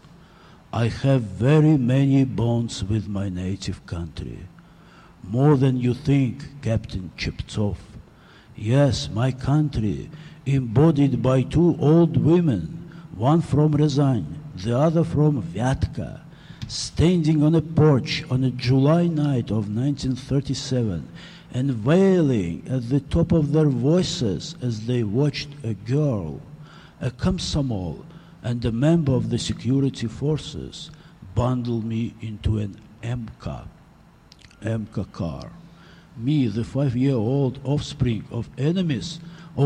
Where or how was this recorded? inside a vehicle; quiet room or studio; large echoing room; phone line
large echoing room